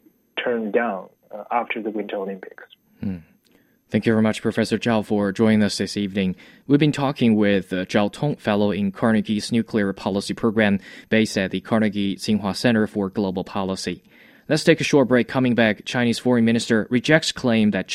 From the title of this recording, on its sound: Phone conversation